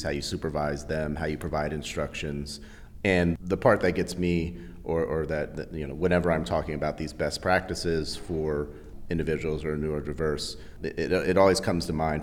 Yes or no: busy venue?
yes